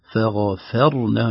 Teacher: ترقيق الفاء أيضا بين التفخيم قبلها وبعدها